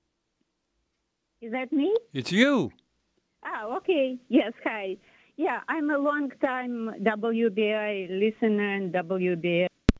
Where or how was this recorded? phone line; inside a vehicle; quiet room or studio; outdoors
phone line